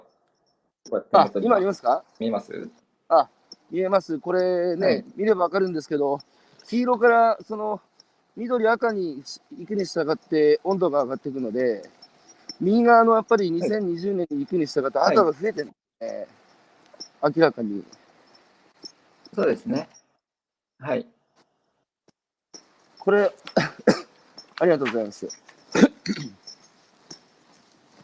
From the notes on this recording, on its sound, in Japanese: 歩きながら1時間、対談する